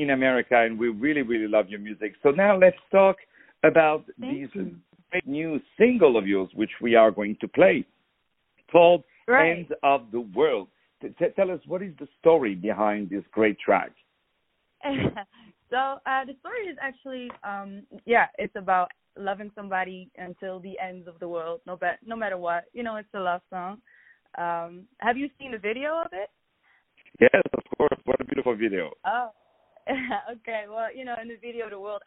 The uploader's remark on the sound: On the phone